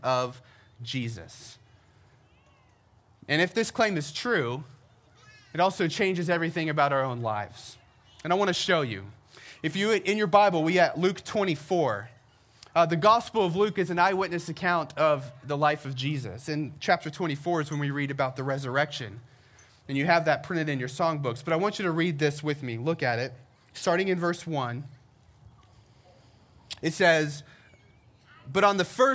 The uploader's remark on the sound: We celebrated our first Easter together by gathering outside on the Herndon Town Green.